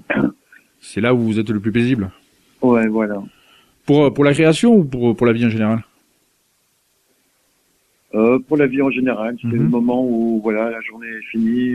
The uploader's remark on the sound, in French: reçoit par téléphone